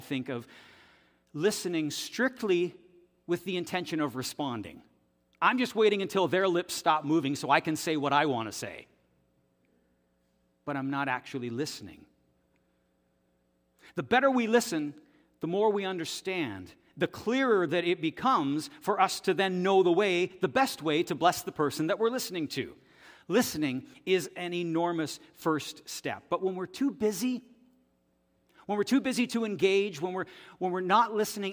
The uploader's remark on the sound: This audio is taken from the October 8, 2023 worship service at FBC Charlottetown.